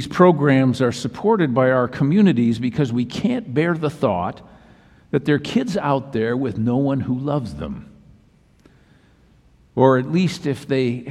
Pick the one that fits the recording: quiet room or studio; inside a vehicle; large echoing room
large echoing room